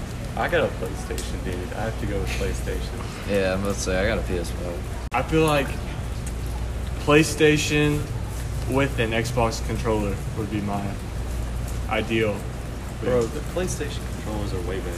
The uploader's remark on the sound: Join you from a picnic table outside the cafeteria during a rainstorm.